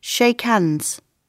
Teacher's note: Notice that the sound changes when we put the two words together. We lose the h from hands, so it sounds like shake hands.